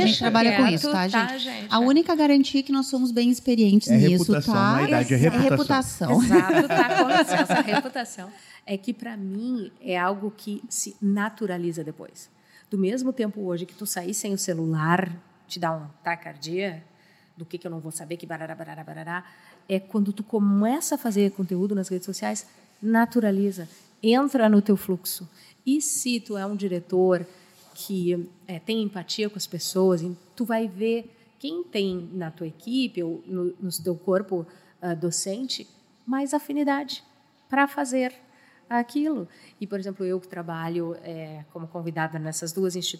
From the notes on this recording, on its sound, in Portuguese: gravada diretamente do Seminário de Matrículas 2023